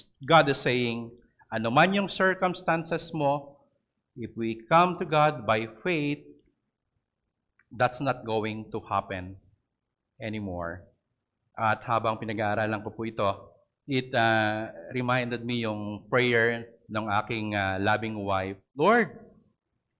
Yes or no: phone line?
no